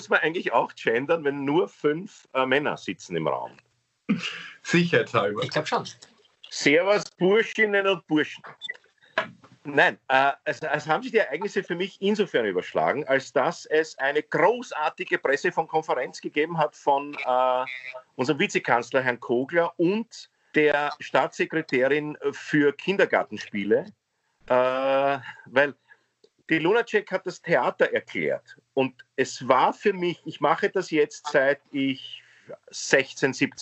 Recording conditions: video call